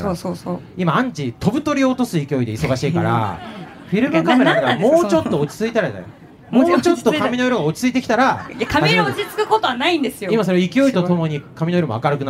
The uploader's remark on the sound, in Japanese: 公開収録！in東京スカイツリータウン。